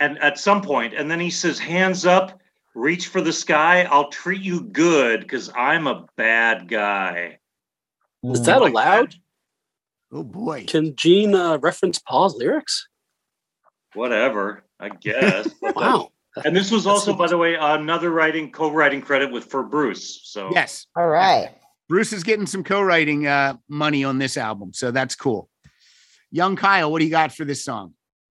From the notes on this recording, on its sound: are together in the Zoom Room